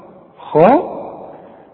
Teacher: ادي عايزة فن في الالقاء، عايزة تفخم الخاء، خاء، واذا فخمت الخاء يعني مد شفايفك لقدام على هيئة كبلة